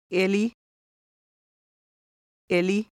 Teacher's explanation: the Finnish I, pronounced somewhat like the E in me, but shorter